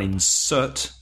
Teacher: And insert, stressed on the second syllable, is the verb.